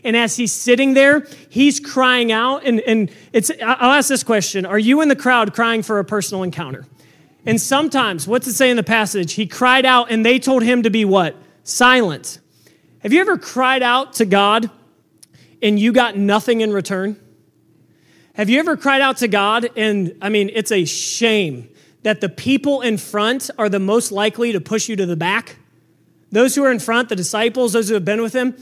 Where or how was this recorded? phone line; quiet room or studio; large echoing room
large echoing room